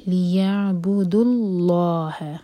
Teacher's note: لیعبدو، تو یہاں رکیں گے تو دو دو حرکہ کھینچ جائے گا، دال پر دومہ ساتھ میں واو. لیکن اگر ہم ملائیں گے روانی سے پڑھیں گے تو ہم اس واو کو ڈراپ کر دیں گے